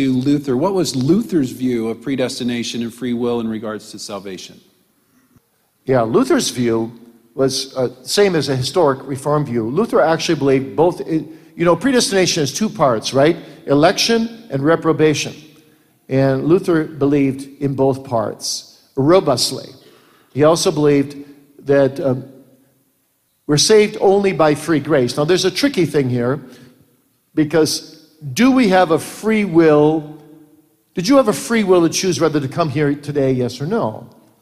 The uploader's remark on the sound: Q & A from the 2017 Boise Reformation Conference